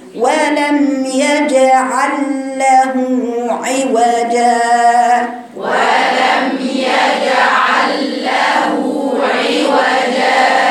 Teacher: هاتي مخرج العين من الحلق